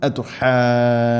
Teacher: നിർബന്ധമായിട്ടും നീട്ടണം, അത് കെലിമത്താണ്, മുസക്കലാണ്, മുസക്കൽ മീൻസ് ഷദ്ദുണ്ട്, അതുകൊണ്ടാണ് അങ്ങനെ പറയുന്നത്. ഇവിടെ രണ്ടോ നാലോ ആറോ ഹർക്കത്തിൻ്റെ ഖദറിൽ ആറ് ഹർക്കത്ത് വരെ നിർബന്ധമായിട്ടും നീട്ടേണ്ടതാണത് · Term: മദ് ലാസിം കെലിമി മുസഖൽ